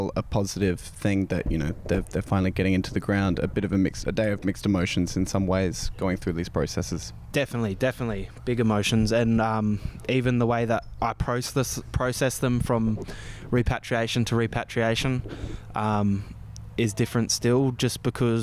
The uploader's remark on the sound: The podcast, available via the link in our bio, contains on-site interviews and recordings of speeches taken from the day of repatriation at Wangayarta.